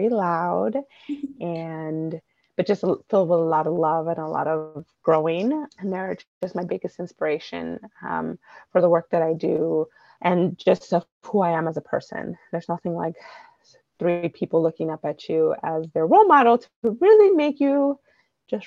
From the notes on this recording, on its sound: Apologies for the little glitches this time — I’m not sure how that happened.